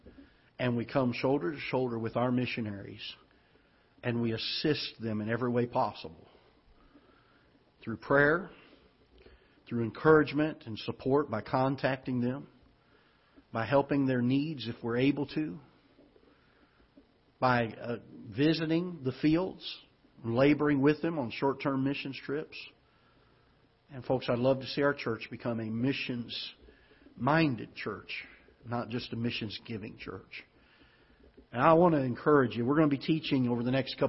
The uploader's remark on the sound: Ketha Heights Baptist Church ~ Live Broadcast